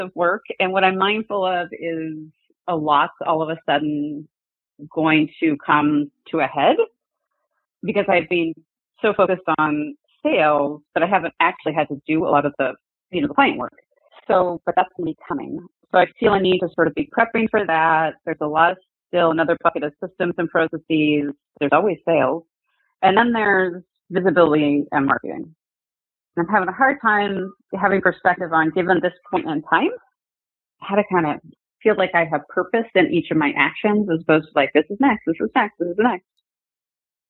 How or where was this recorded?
phone line